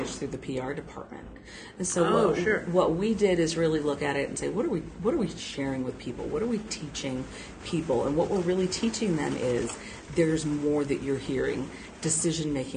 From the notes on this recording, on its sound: Once again, recorded in the hallway (and still very obviously between sessions at the event) at the OnBrand Conference in Omaha – a collaboration of the local AAF , AIGA , AMA , and PRSA chapters. This is the last of the podcasts recorded at OnBrand 2018.